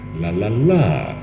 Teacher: And the falling tone, I shan't go. La la la, the falling tone, that's final, complete